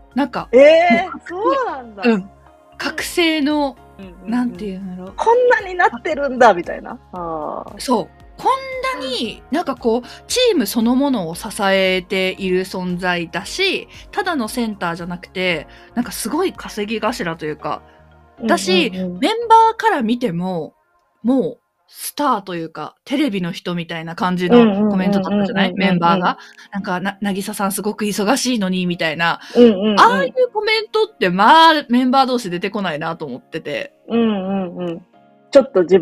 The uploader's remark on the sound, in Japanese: マイクをミスって音質悪めです、ごめんなさい！